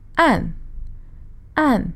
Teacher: Dark in Mandarin is an, an, A-N, fourth tone.